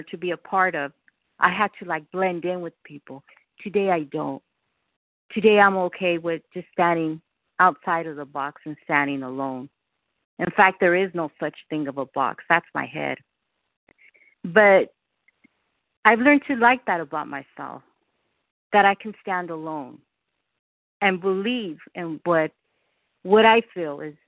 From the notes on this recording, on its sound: from the 100 Pounders Phone Meeting